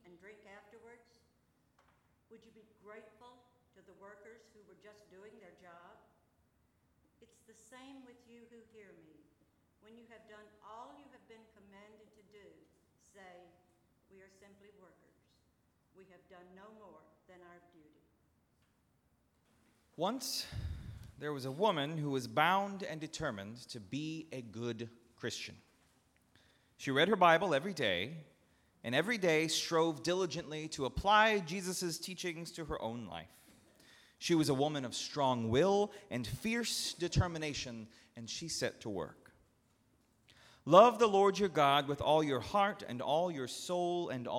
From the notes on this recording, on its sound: at Northminster Church on October 6, 2019.